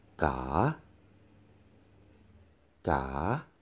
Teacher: If I cut the tone in half, this will be like ga ga. See, the tone dips down a bit and then rise up · Term: rising tone